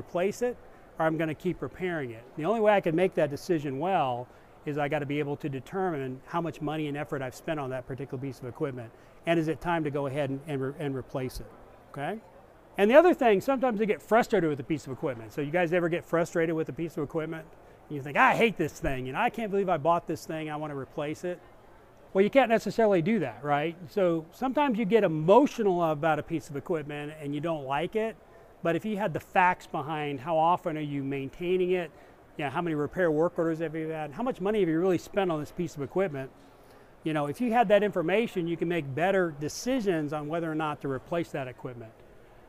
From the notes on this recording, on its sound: discussion at the 2019 Southwest car wash show in Arlington Tx.